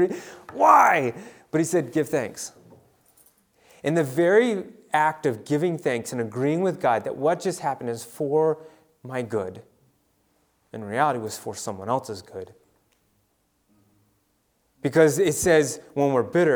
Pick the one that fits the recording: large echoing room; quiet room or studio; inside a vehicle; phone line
large echoing room